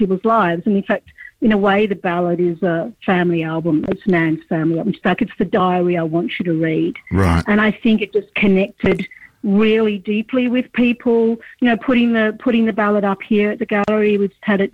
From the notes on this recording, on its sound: Sunday Arts Magazine presents an absorbing phone interview with guest.